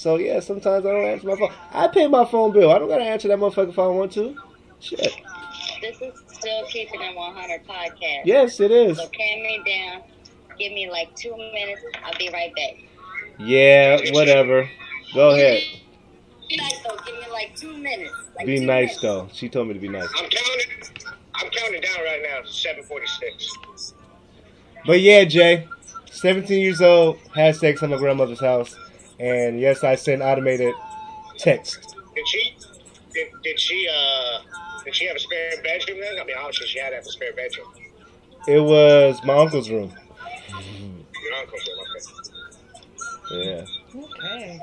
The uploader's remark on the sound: Thursday Night Zoom Podcast